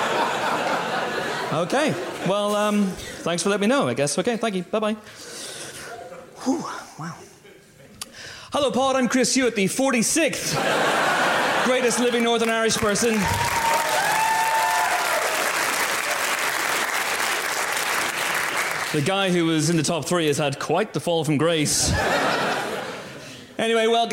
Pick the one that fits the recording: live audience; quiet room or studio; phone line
live audience